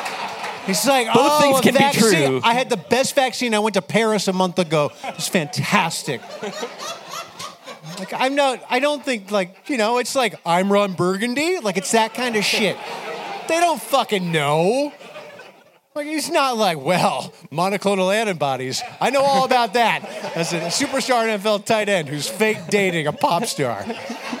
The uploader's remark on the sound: The Distraction Live in Brooklyn! The audience asks live and in-person Funbag questions.